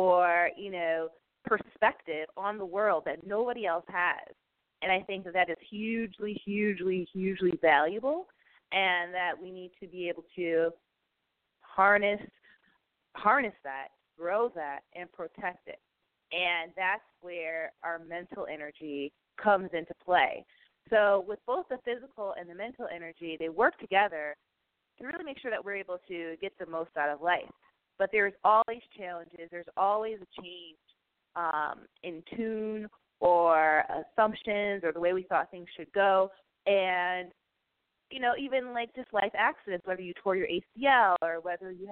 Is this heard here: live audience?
no